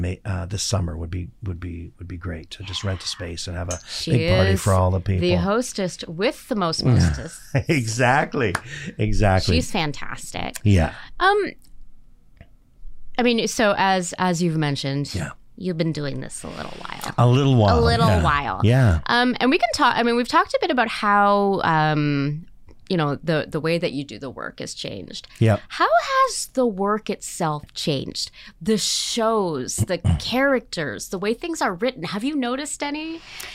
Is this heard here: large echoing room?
no